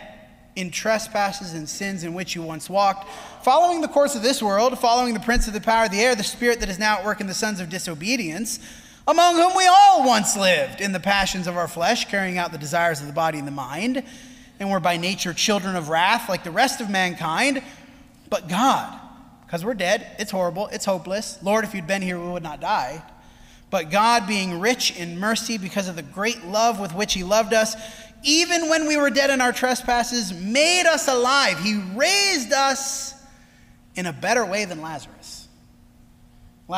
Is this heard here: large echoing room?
yes